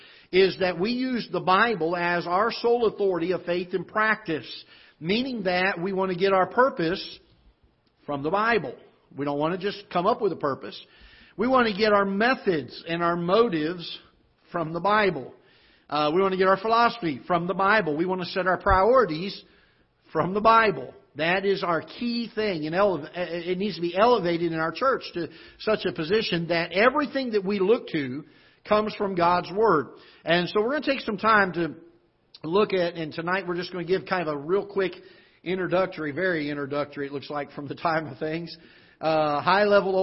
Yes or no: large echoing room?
yes